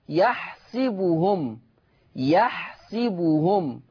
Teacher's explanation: ورش يقرأ بكسر السين، ورش يقرأ بكسر السين، فتصير يحسبهم، يحسبهم هكذا.